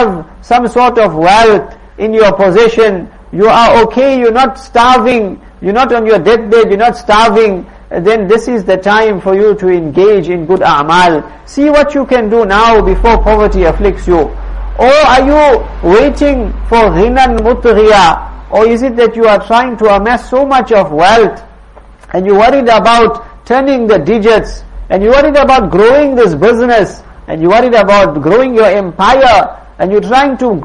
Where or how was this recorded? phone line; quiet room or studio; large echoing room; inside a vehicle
large echoing room